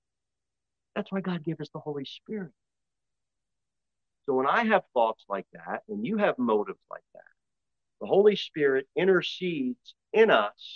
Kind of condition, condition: setting, large echoing room